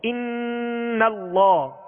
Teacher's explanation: اور نون میم جب مشدد ہوں تو ان میں بھی غنہ زمانی ہی پایا جائے گا، اور اس کی ایک الف کی مقدار ہوگی، اس لیے کہ جب مشدد ہوں گے تو غنہ ہوگا، یہ سبب ہے.